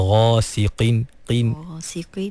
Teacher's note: Qaf tu baris bawah. Jadi walaupun qaf tu baris bawah, dia duduk di martabat tafkhim yang paling rendah, tapi tak bermakna qaf tu menjadi nipis, ha, sampai bertukar menjadi kaf, ha.